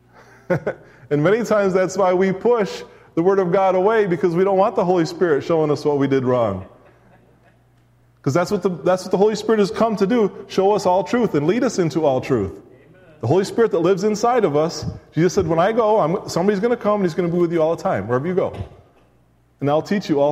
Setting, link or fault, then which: setting, live audience